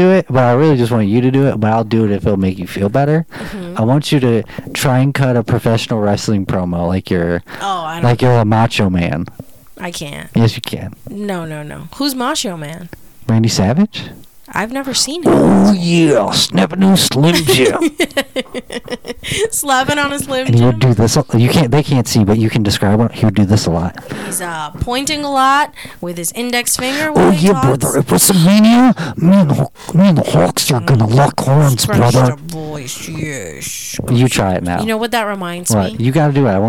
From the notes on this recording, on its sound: The microphone isn't perfect.